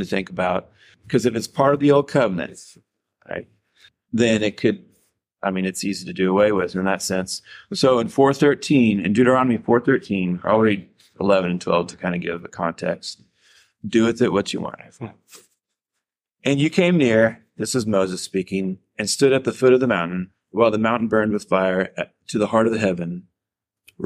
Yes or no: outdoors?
no